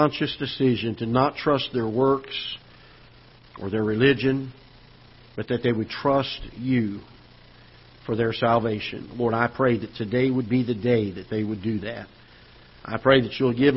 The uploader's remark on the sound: Ketha Heights Baptist Church ~ Live Broadcast